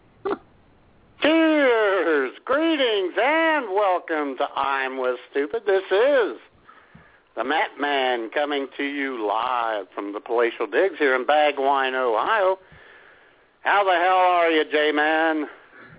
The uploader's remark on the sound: taking your phone calls